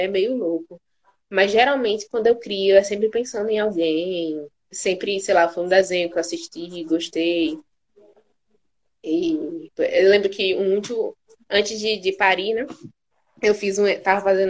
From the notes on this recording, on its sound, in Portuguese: Este episódio surgiu de uma Live no instagram